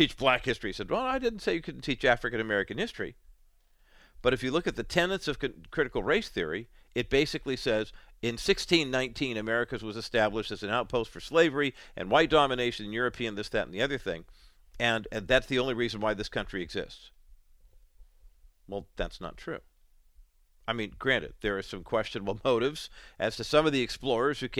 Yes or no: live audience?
no